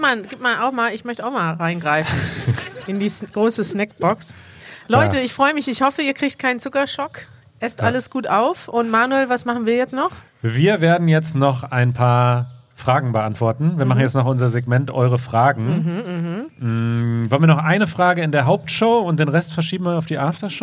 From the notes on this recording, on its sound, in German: Wir machen den großen Süßigkeiten-Test — live vor Publikum in Berlin.